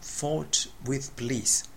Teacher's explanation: 最後の t の音がですね d に聞こえるんですね